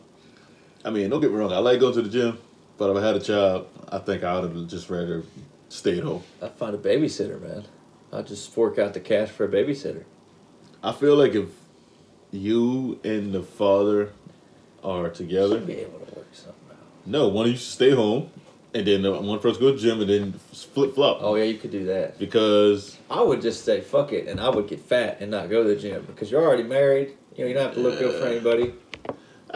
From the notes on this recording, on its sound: the audio sucks WE KNOW